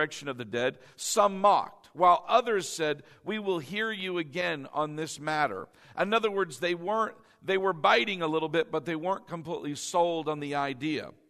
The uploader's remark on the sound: delivered during our Easter 2019 Sunday morning service